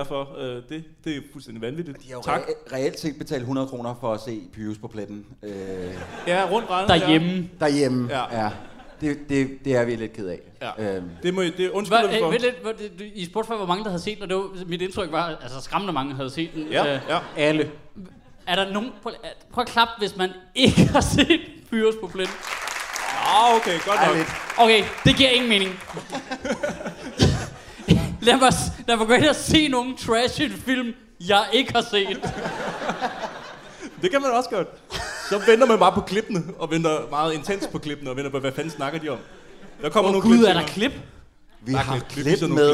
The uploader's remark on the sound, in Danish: Det blev optaget foran en ordentlig røvfuld glade mennesker på Bremen. Lyden er god.